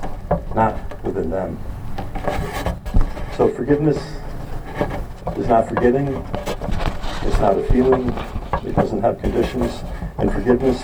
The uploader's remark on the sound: We apologize for the poor audio quality